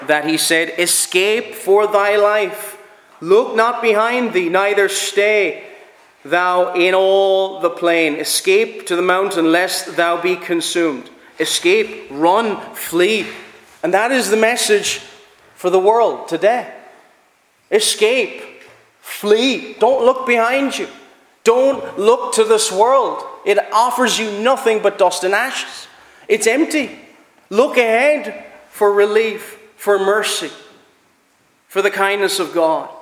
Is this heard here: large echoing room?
yes